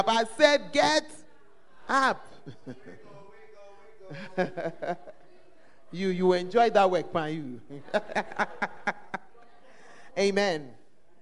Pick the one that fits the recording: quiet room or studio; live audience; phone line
live audience